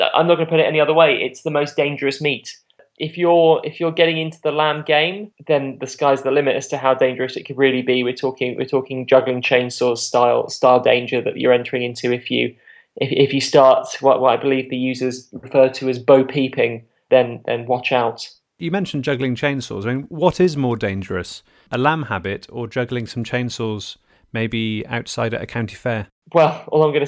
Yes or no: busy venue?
no